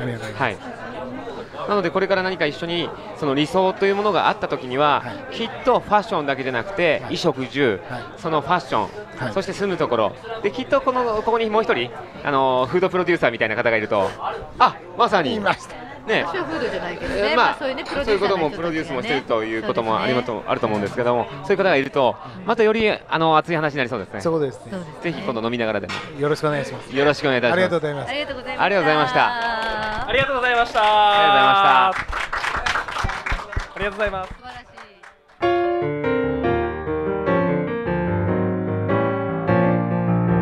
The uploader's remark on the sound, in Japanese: オーガニックワインバー喃喃 麻布十番ストアより公開収録！